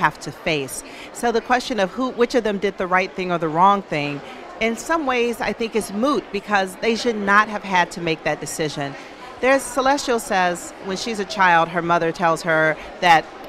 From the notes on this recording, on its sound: Emirates Airline Festival of Literature. Live at the Emirates Festival of Literature 2020.